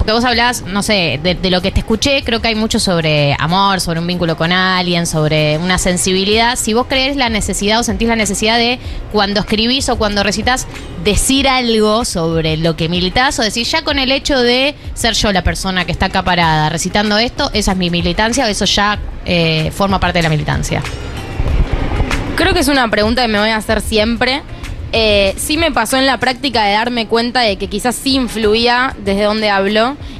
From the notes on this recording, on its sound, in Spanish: En vivo en la terraza de Yunta